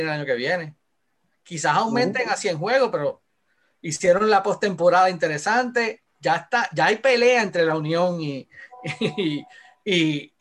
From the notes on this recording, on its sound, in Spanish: a través de la plataforma Zoom